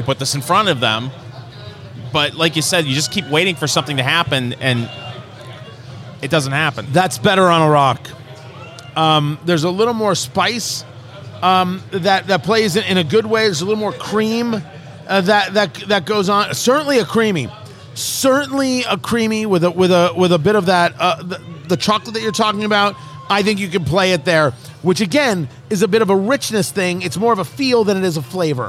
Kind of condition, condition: setting, busy venue